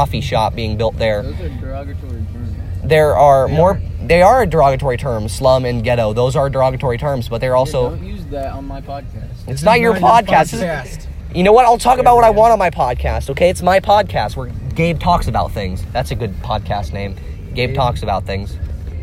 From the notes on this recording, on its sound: Recorded backseat with the buds.